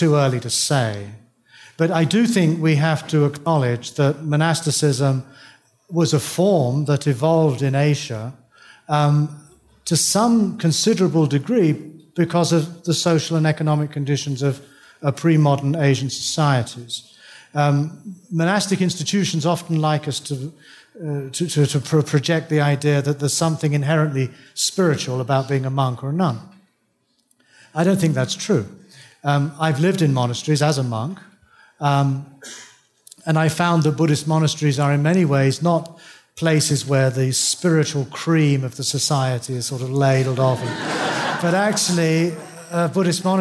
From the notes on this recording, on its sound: Taken from the Buddhist Geeks Conference in 2012. Keynote address.